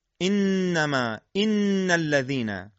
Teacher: پس صدای حرف نون از بینی خارج میشه ولی مخرج اون از تماس نوک زبان با بخش عقب لثه ثنایای بالا خواهد بود